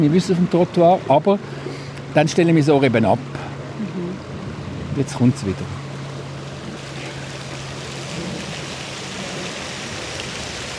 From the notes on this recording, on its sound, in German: Hörorte, Kloster Wettingen. Auf einen Klangrundgang. Deshalb zog unsere Ausbildungsredaktion los und sendete in dieser Woche live vom Ufer der Limmat.